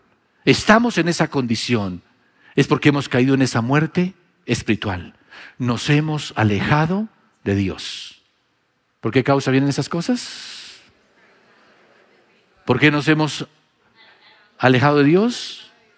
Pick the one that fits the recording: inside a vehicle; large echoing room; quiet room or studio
large echoing room